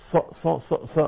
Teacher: الصاد فيها همس فيها صفير